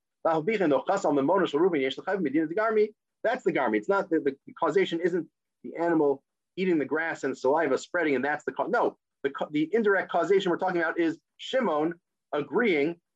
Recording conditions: video call